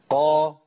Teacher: اخر اللسان خالص كده هو اللي بيرتفع عند النطق بالحرف، وده بيخلي فيه تفخيم للحرف